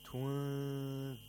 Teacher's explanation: We have the approximation of ذَال. And at the same time, we have to make a nasal sound for two vowel counts. · Term: إخفاء of نون ساكنة